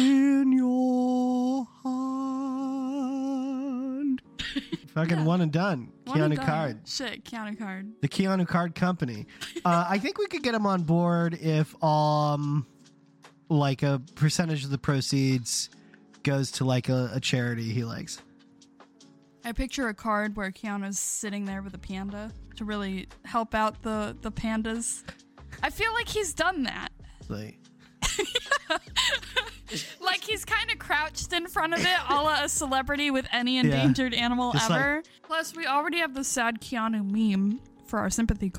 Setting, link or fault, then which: setting, inside a vehicle